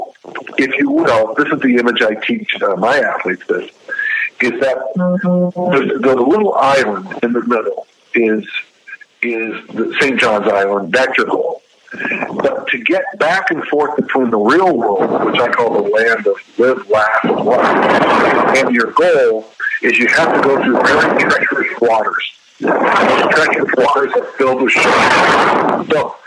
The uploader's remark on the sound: via phone